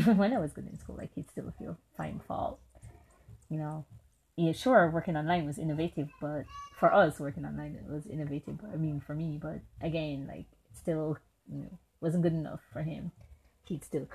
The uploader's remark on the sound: Don't mind the many nature sounds.